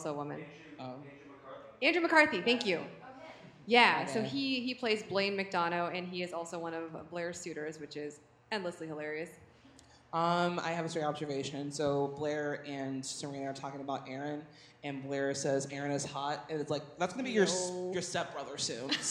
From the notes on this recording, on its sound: It's a LIVE show!